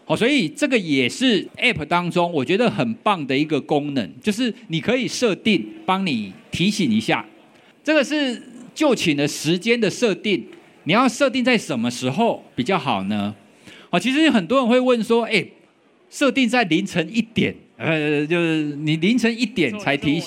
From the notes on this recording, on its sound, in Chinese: 本集節目為12/2我在Today at Apple的講座活動錄音